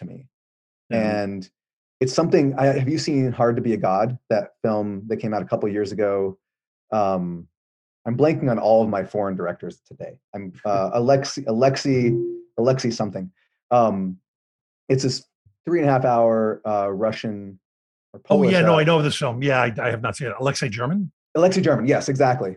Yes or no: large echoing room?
no